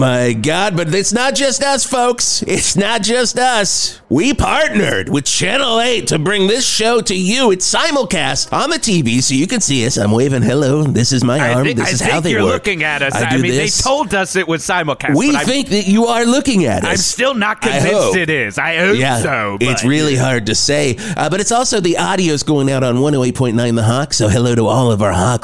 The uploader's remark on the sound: It’s the CHANNEL 8 NEW YEAR’S EVE CELEBRATION PARTY! Live from the Channel 8 Stage in Verde Square!